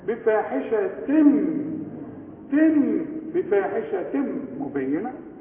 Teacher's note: تنوين وبعده مين إدغام كامل بغنة